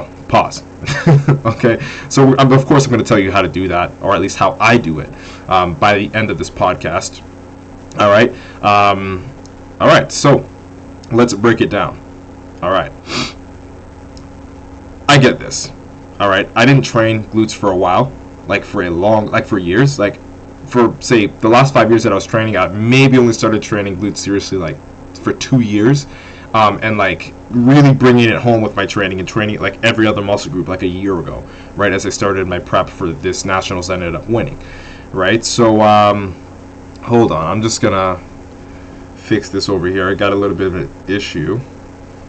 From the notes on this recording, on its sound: AUDIO RENDERING ERROR* the issue has been solved! This episode does not have the best audio quality.